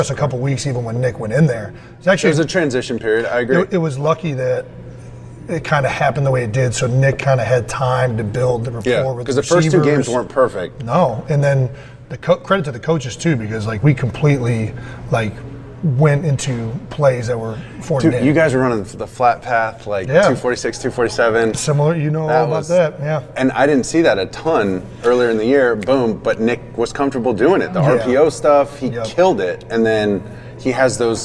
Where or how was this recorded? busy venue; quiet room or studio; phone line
busy venue